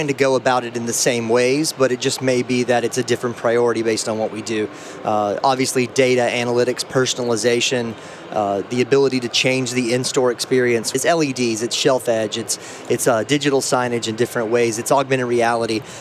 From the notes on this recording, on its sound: recorded at NRF Big Show 2018